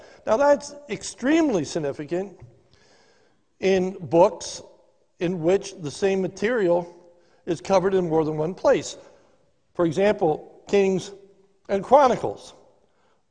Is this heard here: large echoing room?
yes